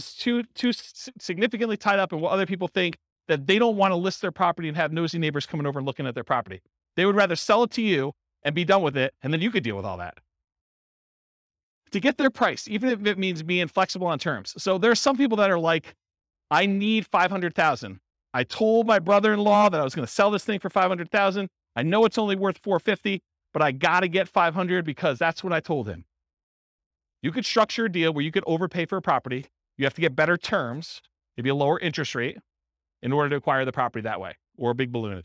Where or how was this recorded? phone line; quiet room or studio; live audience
live audience